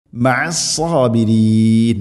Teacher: റായിനെ തർഖീഖ് ചെയ്യണം, നേർപ്പിക്കണം. മഅസ്സാബിരീൻ ഇങ്ങനെയാണ് ഓതേണ്ടത്.